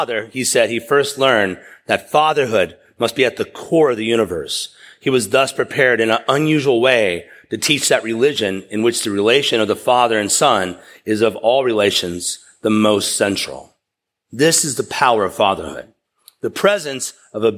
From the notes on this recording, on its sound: preached at East River Church